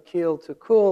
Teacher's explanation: feel what your tongue does to change from keel to cool. It moves quite a bit backwards